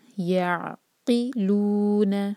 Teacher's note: عین پر سکون، وہاں پہ جھٹکا نہیں آئے گا